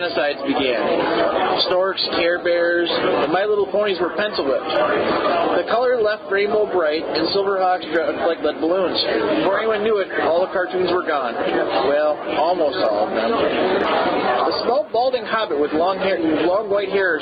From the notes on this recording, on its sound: Apologies for the sound quality